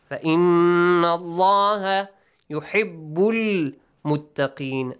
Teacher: The letter ha must be pronounced with a more throaty sound.